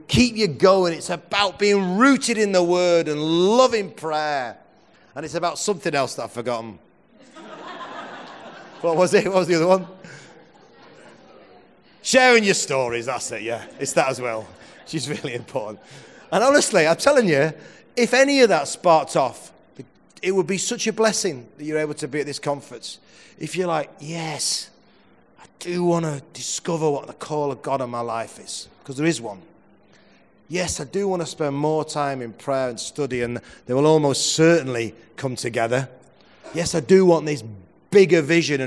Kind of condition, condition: setting, large echoing room